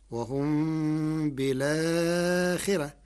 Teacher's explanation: قرأ ورش كلمة بالآخرة بنقل حركة الهمزة إلى الساكن قبلها مع حذف الهمزة، فتصير وهم بالآخرة مع ترقيق الراء لكسر قبلها